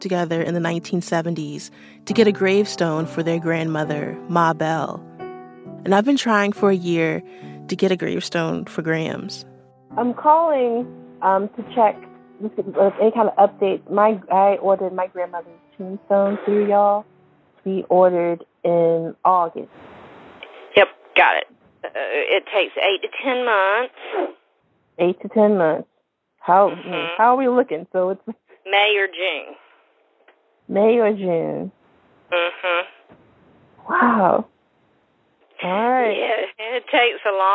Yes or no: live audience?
no